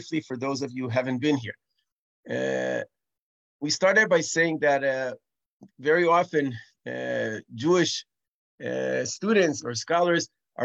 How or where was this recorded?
video call